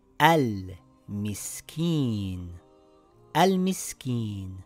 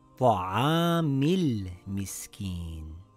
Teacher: Al-Miskin. Now, when we read it together, we drop the Hamzatul Wasl. · Shown in: second take · It now reads Ta'amil Miskin.